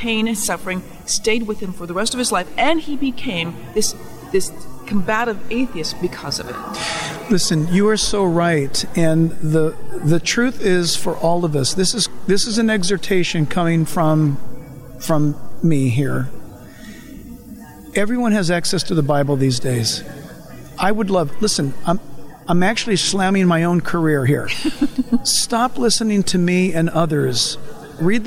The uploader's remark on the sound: Recorded from the National Religious Broadcasters Convention. Nashville, TN.